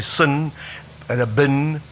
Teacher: the tendency to say certain vowels lower, like we say sin and a bin, we say them lower. That's sort of Afrikaans influence.